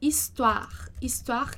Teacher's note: E aí, no lugar de dizer ma histoire, porque aí vai ter o encontro entre as vogais, lembrando ali que o H não tem som, então é histoire com som de I